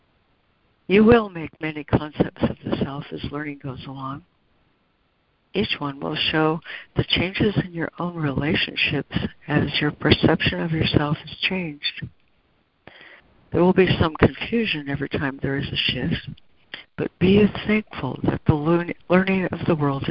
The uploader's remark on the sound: ACIM Daily Conference Call.